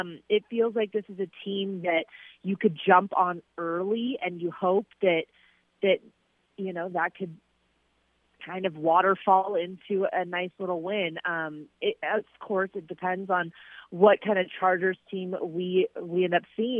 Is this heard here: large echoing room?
no